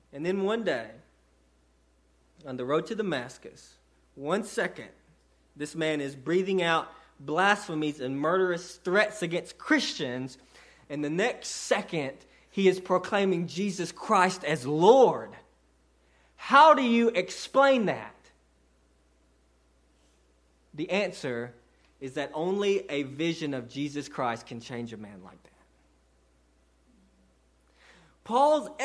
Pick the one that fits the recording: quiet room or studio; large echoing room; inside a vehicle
large echoing room